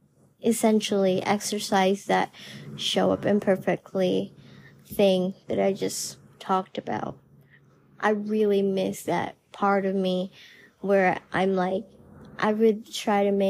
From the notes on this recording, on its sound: Just a lil personal voice memo